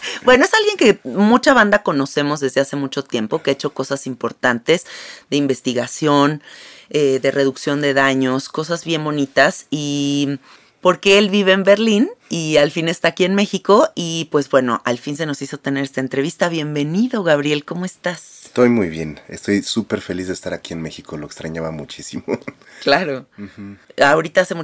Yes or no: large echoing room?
no